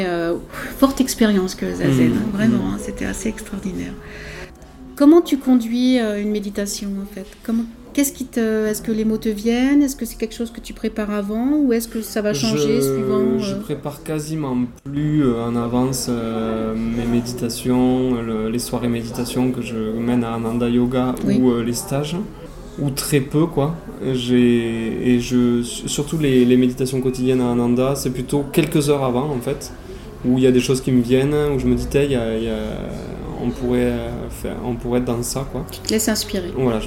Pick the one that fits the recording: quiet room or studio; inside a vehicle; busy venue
busy venue